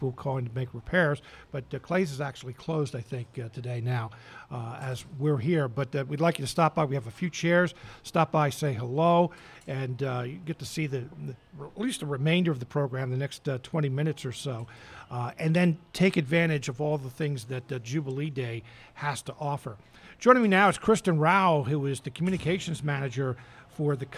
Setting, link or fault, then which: setting, busy venue